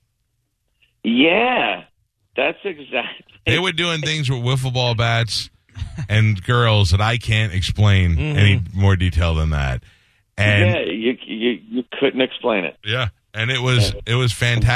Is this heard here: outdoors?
no